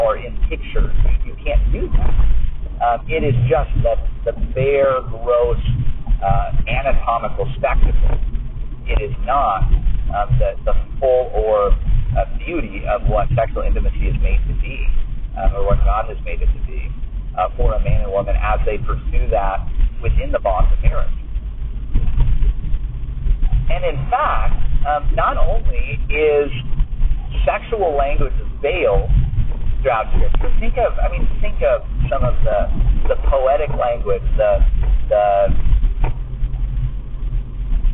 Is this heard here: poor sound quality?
yes